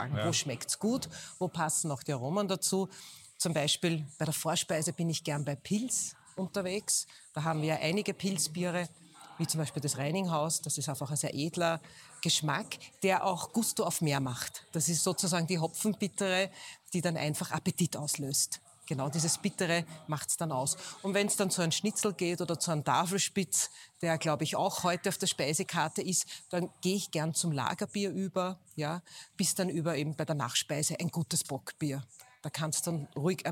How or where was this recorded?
busy venue